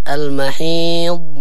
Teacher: أهم شيء الضاد ما يتقلقل، يعني لا تقولي المحيض، لا فيها استطالة هكذا المحيض مثل الأرم ولا نقول المحيض والباقي تمام.